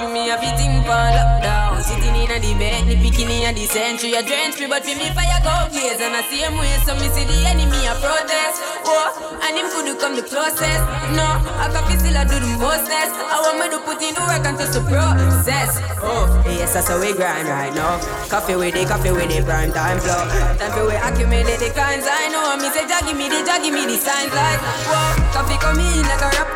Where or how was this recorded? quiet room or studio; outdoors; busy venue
busy venue